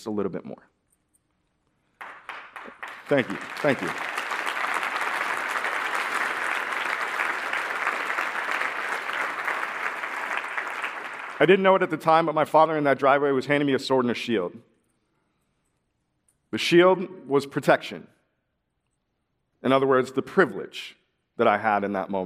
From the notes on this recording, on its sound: as the audience did in person